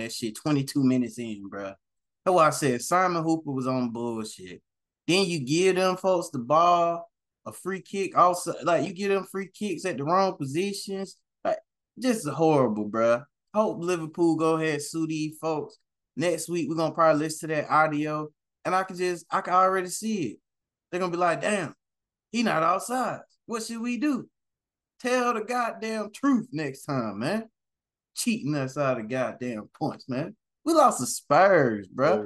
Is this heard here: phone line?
no